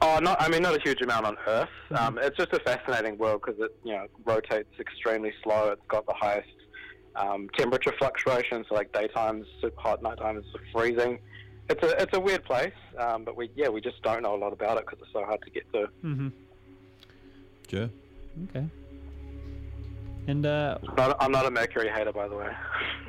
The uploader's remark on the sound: jumps on the phone to chat